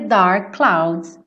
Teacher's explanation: Dark clouds, vira um som só.